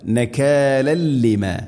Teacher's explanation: നകാലല്ലിമ, നകാലൻ ലിമ, തൻവീന് ശേഷം ലാം, തൻവീനിനെ ലാമിലേക്ക് ഇദ്ഗാം ചെയ്യണം, കൂട്ടിലയിപ്പിച്ച് മണിക്കാതെ ഉച്ചരിക്കണം. ഇദ്ഗാം ബിലാ ഗുന, നകാലല്ലിമ.